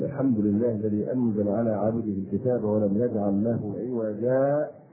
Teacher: وقرأ هذا الحرف حفص عن عاصم في الوصل عوجا بالسكت على الألف المزدلة من التنوين سكتة يسيرة من غير تنفس